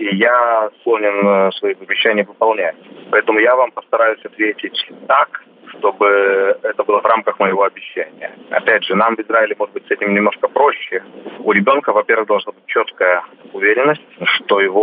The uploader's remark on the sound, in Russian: По телефону